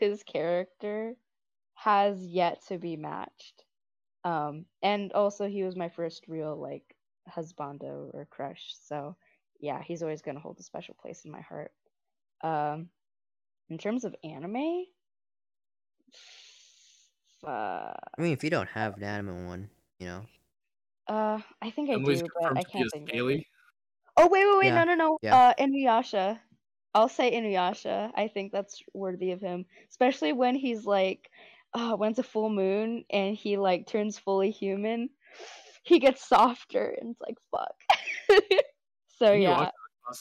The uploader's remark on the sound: We're just two homies with bad equipment, so what did we do? We put socks on our mics.